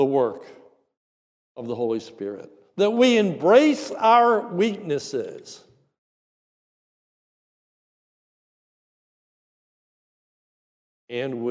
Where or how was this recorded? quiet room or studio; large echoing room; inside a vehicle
large echoing room